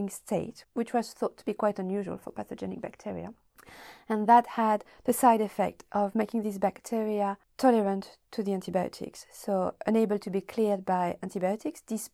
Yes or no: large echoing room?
no